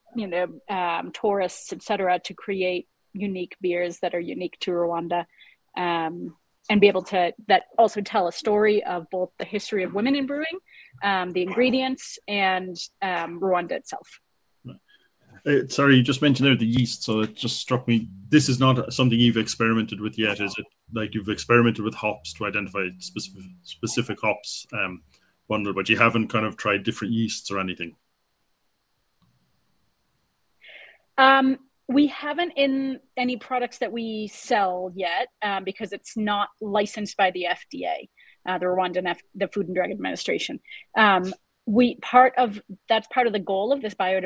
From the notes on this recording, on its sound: our real ale craft beer, live beer webinar